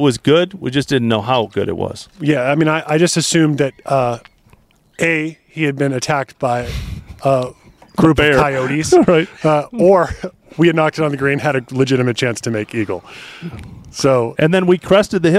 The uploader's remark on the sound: Live from Barracuda Round 2.